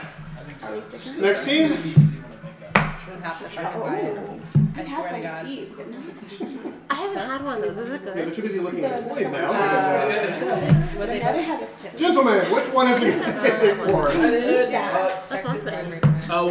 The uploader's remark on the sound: Pardon the jumbled noise, outbursts of laughter and foul language, and plenty of adult conversations.